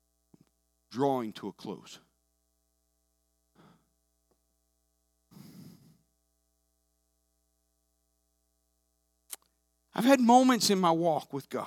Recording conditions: large echoing room